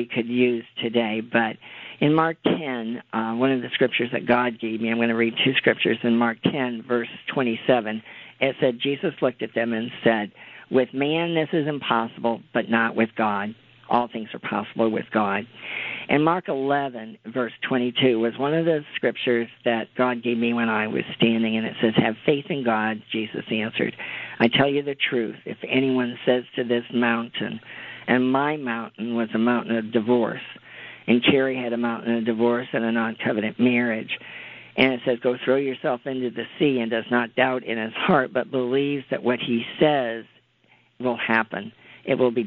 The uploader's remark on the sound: CONFERENCE CALL